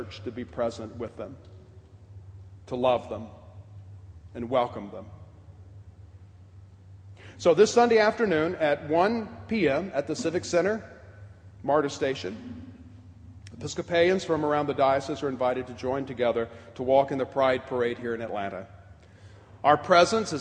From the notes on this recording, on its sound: preached at the 2010 Pride Eucharist on October 7, 2010, at All Saints' Episcopal Church.